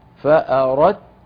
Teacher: فأردت الآية 79 فأردت دال ساكنة بعدها تاء، ندغم الدال الساكنة في التاء لأنهما من مخرج واحد أد أت، فننطق تاء مشددة ولا يبقى من الدال شيء، فأردت ولا يبقى دال.